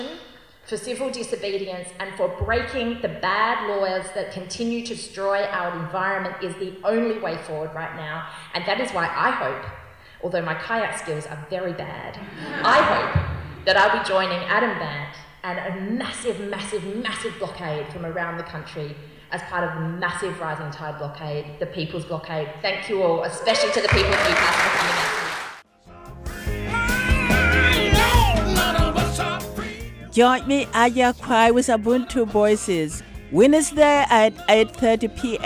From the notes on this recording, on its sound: Recorded at Redfern Town Hall at the end of the Rising Tide speaking tour to call people to the People's Blockade of Newcastle Port.